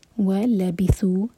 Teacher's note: تو وہ لبیسو، سو دوہر کا لمبا، مد تبعی دوما کے ساتھ واو، اور اس کے بعد جو الف ہے اس کے اوپر ایک چھوٹا سا سرکل ہے، تو ہم اس کو پروناؤنس نہیں کریں گے. وہ لبیسو، سا کے لیے ہماری زبان اوپر والے دانت کو ٹچ کرے گی، یہاں سا کو سین کا ساؤنڈ نہیں دینا ہے